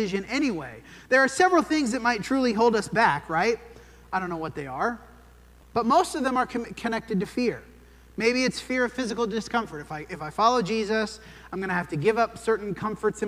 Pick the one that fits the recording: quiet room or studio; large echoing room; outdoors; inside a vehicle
large echoing room